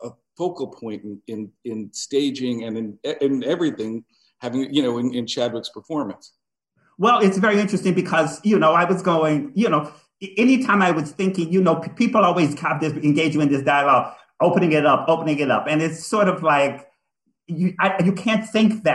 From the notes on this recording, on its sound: spoiler-filled virtual Q&A